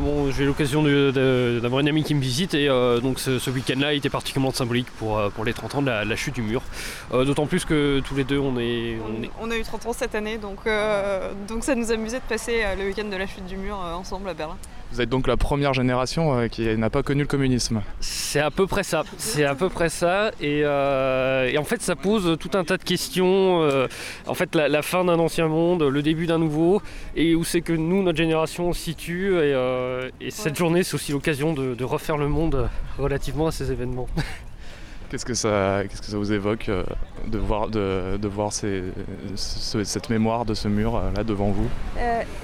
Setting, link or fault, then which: setting, outdoors